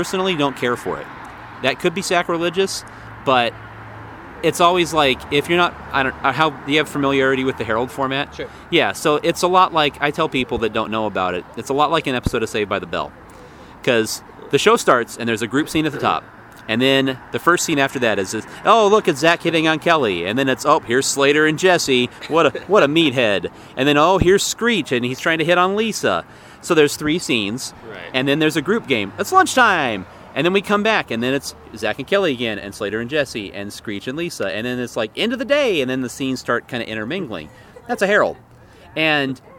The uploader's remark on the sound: met me at Urban Beans to talk